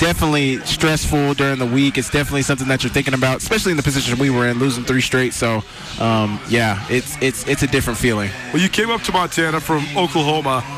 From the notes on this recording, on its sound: gather around a table at the JFK Bar in Anaconda